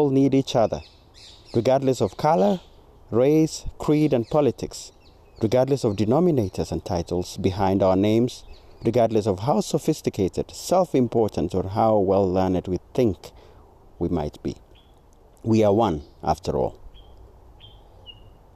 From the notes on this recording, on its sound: Recorded on a Sunny Saturday morning with the ambience of my home studio - In the Garden with birds singing, dogs barking and the beautiful sounds of nature.